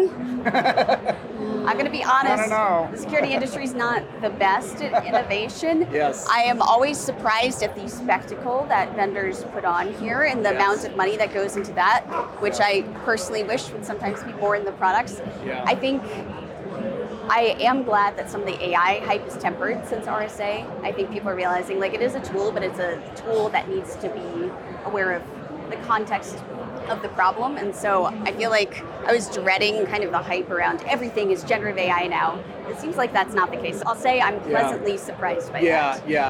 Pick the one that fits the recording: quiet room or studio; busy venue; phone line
busy venue